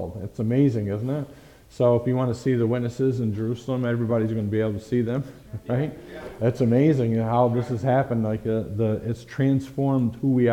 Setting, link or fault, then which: setting, large echoing room